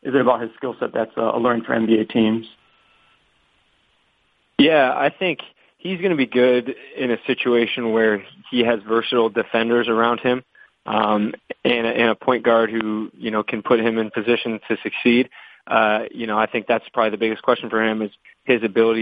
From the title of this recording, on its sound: Conference Call